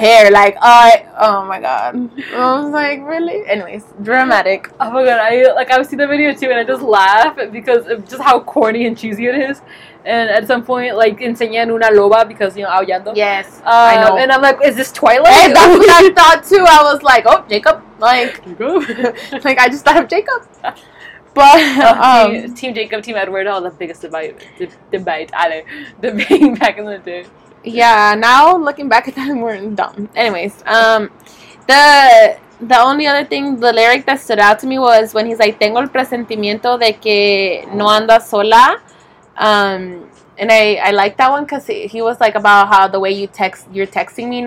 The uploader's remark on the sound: This week we come to you Live From Outside!